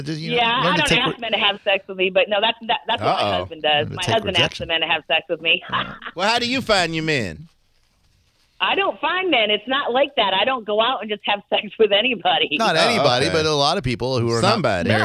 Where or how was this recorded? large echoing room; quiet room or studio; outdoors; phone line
phone line